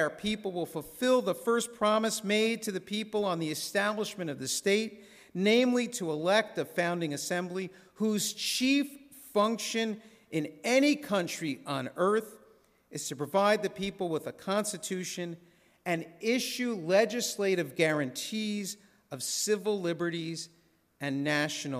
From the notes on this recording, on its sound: This sermon was recorded in a synagogue's sanctuary at Shabbat Services on Friday evening, April 28, 2023.